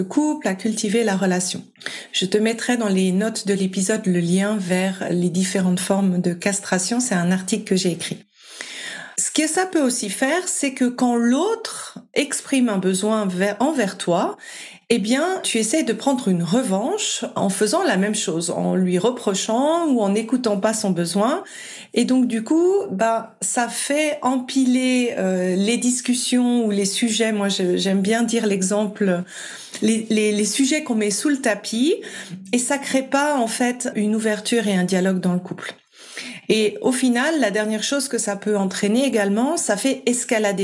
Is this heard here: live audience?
no